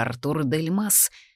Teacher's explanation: ударение на последнем слоге, это французская фамилия